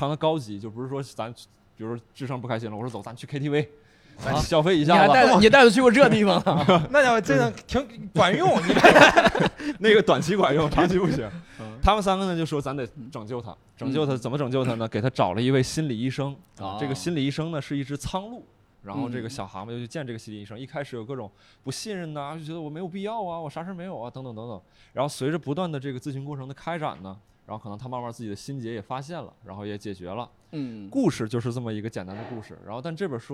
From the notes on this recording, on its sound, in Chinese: 本期一言不合首次尝试线下录制，三位主播和现场四十位观众一起。感谢果麦文化2040书店为本期节目提供的场地支持。